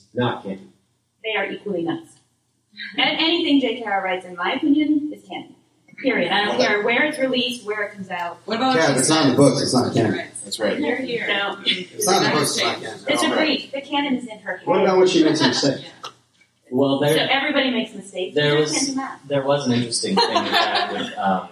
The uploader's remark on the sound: Live at LeakyCon Orlando